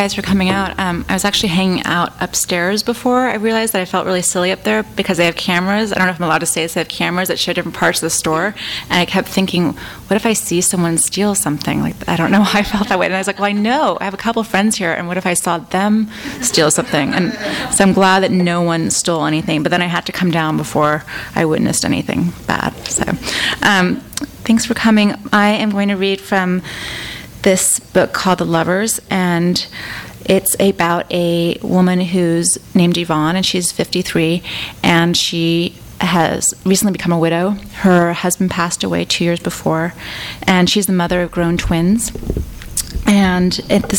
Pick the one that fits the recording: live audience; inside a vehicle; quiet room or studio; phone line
live audience